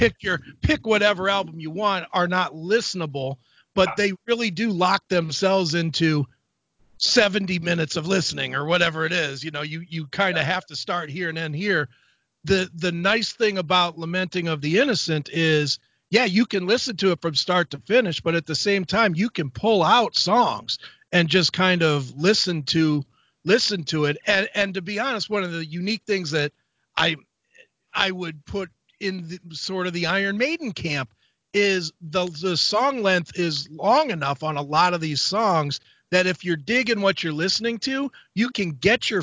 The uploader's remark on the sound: called